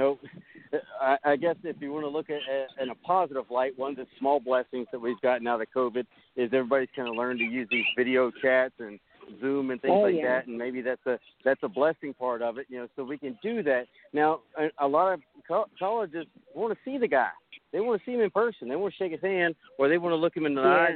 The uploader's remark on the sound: Rolling live from Charolotte NC at the Carolina eXperience Showcase. The fellas will have live updates and interviews with players and coaches and maybe a few other who are in attendance.